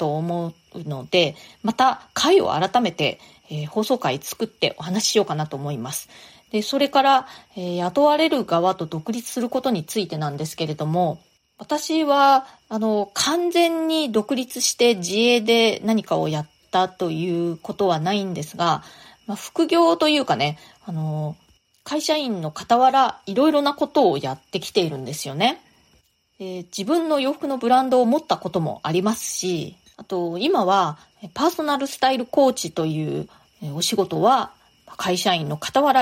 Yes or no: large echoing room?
no